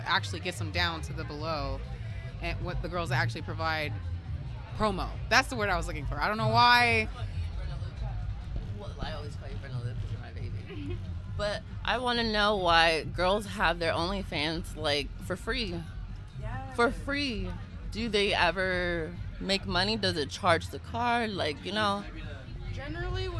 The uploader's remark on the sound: I decided to take my mic and interview people at this magical gathering of people called the Full Moon Festival. This is is festival of all local artist, dis and and anyone who wants to show off their cool shit!